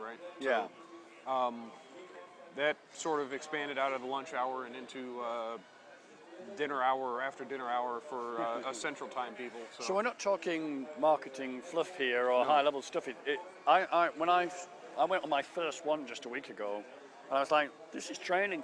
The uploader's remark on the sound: Miniwag - VMworld US. In this miniwag recorded at the "hangout" space.